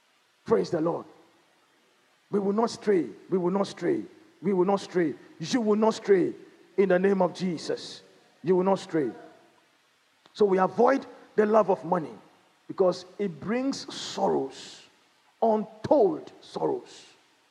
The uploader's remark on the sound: Sermon preached at CBC Shiashie Campus